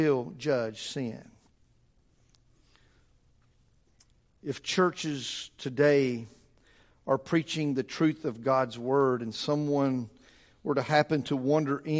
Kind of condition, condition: setting, large echoing room